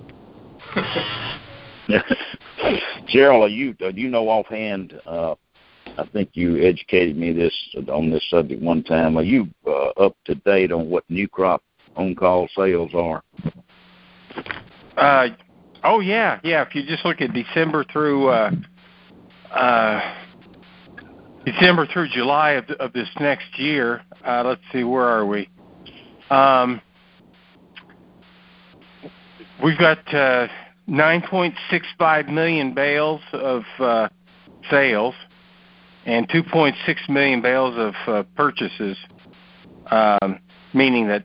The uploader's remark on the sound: May 2018 Monthly Conference Call.